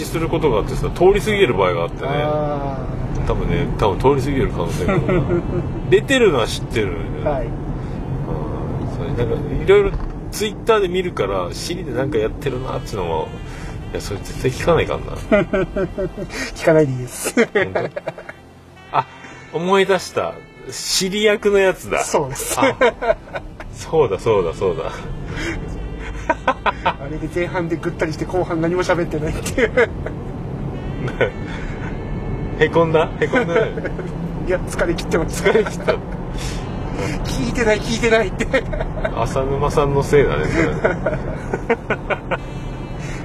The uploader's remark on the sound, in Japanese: 送ってもらいながらの収録です。オルネポ奇跡の愛知県ラスト配信。